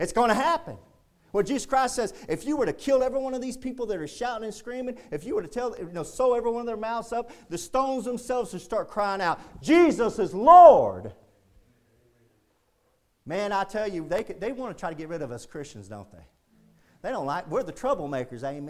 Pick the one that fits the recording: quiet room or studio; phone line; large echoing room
large echoing room